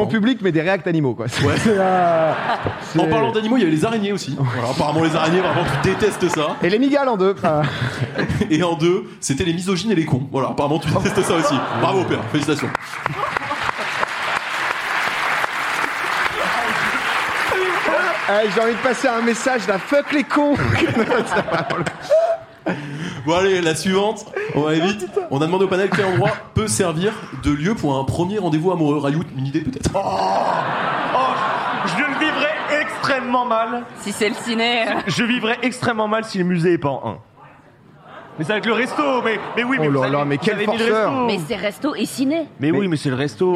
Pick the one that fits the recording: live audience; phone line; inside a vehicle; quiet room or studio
live audience